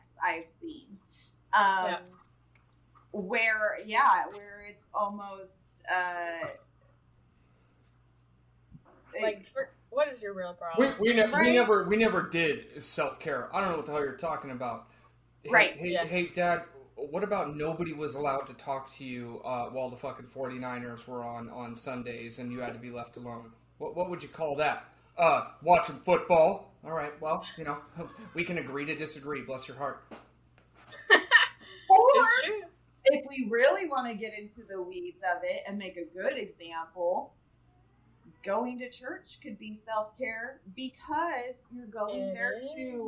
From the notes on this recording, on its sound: Audio quality may be lower than usual for this one!